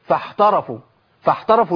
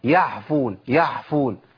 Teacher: يبقى انا لو مشيت نفس في العين تنقلب الى حاء